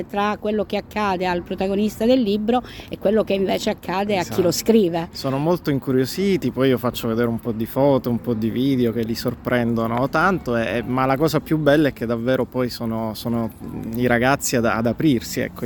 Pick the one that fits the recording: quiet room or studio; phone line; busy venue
busy venue